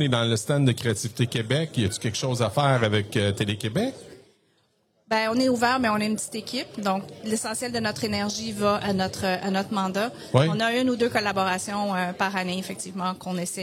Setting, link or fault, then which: setting, busy venue